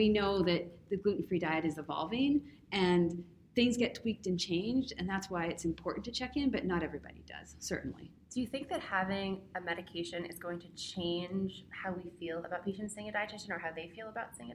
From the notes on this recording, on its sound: Live from Digestive Disease Week